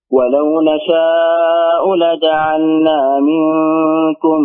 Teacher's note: وانتبه للإخفاء منكم ولو نشاء